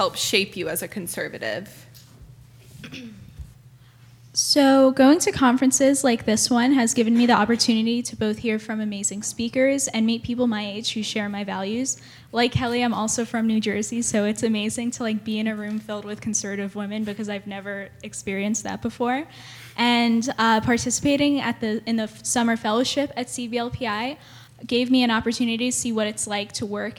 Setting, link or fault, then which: setting, busy venue